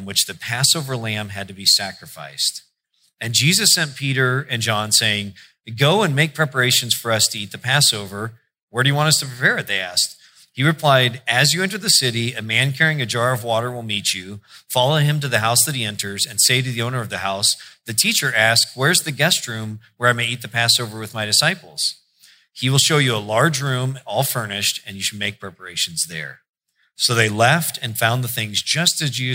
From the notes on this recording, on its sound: preached in July 2016 at Sojourn J-Town